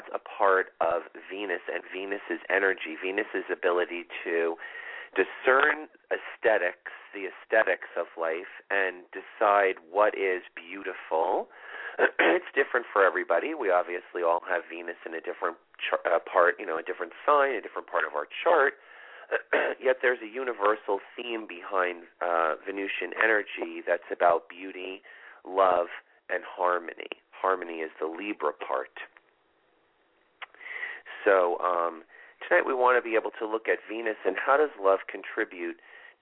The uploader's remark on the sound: This is a call in show with LIVE readings.